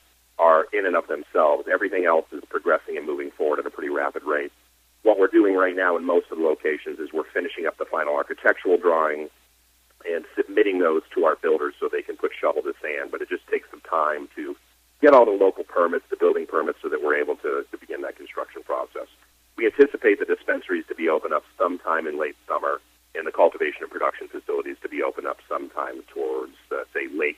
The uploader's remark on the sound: called in to SmallCapVoice